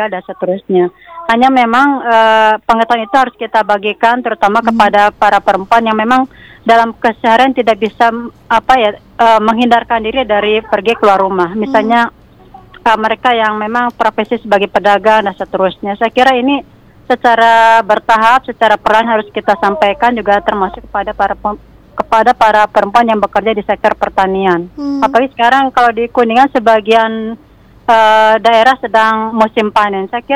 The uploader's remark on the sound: by Phone